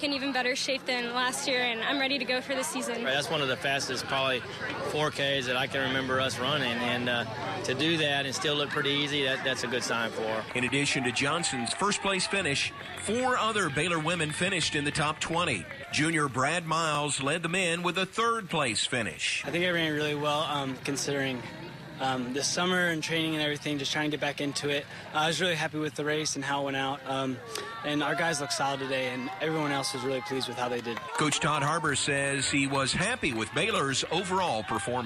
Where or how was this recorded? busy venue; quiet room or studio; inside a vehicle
busy venue